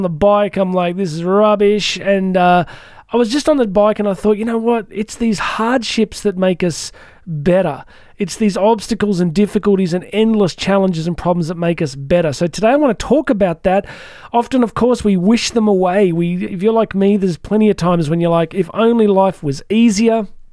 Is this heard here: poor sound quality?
no